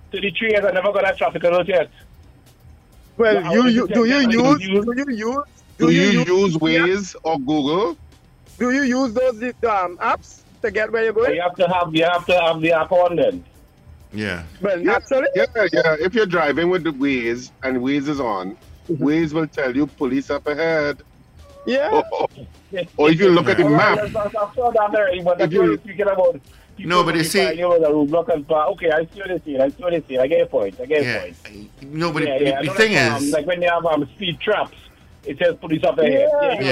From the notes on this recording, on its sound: we take more calls from the audience